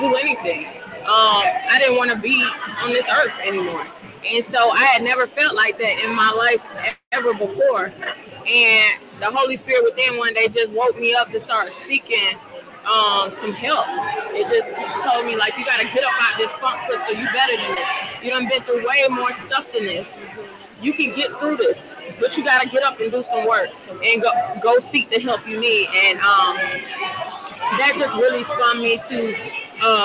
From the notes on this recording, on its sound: This special broadcast is live from the Mind,Body & Spirit event in Dallas,TX.